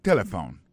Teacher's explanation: On a remarqué que l'accent tonique là tombé sous premier syllabe là.